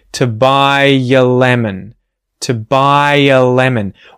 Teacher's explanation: we're linking the words buy and a with a very subtle yod sound, that y, y, y sound.